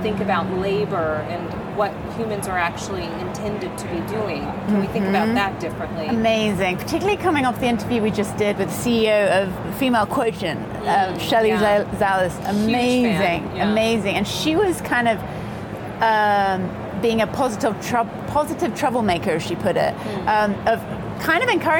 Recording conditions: busy venue